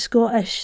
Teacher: they don't often say the double T in Scottish